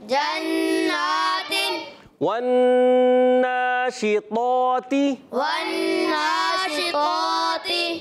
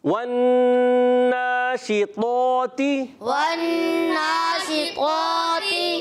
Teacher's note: با موٹا کرنا ہے، تا باریک رکھنا ہے